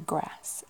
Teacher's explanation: I still have the short, quite flat A's from the northwest